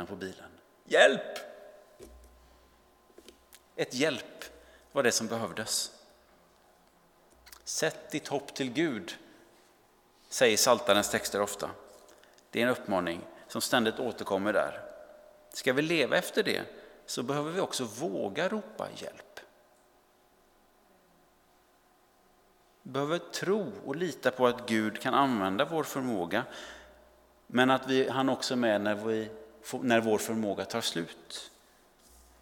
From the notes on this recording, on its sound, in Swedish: Inspelning från Immanuelskyrkan Skövde.